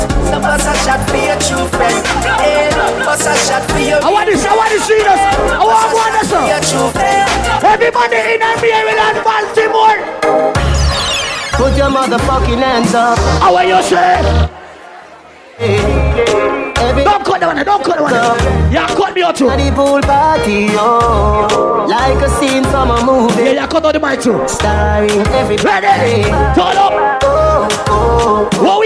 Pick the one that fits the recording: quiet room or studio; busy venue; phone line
busy venue